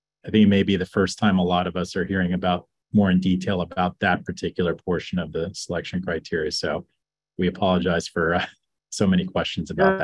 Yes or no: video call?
yes